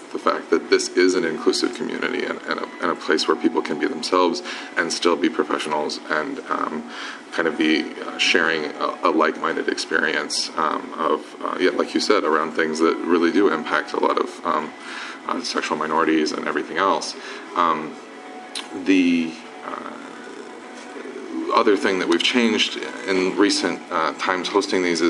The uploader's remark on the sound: Live interviews from the show floor at the IAPP's P.S.R.